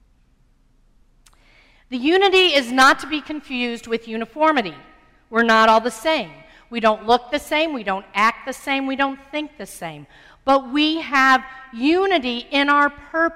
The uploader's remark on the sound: Sermon preached on Sunday, August 2, 2015. At First Presbyterian Church of Arlington Heights, Illinois.